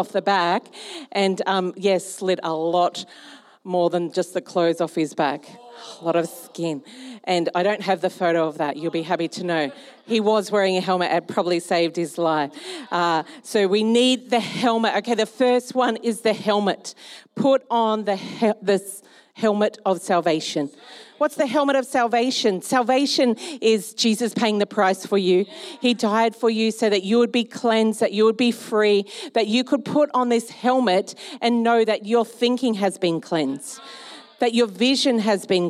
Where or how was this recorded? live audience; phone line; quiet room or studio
live audience